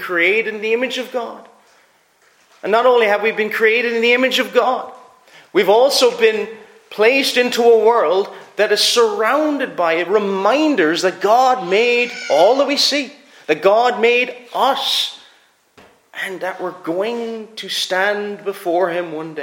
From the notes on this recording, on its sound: Preached at Ayr FCC's Communion.